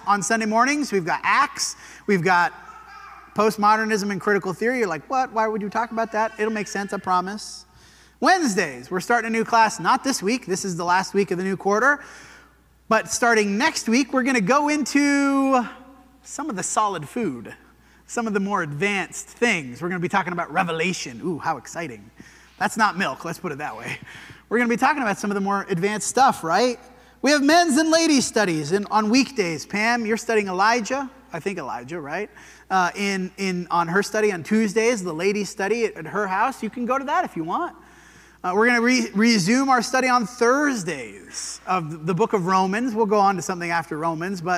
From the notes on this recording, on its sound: This sermon was preached at the Dewey Church of Christ on August 27, 2023.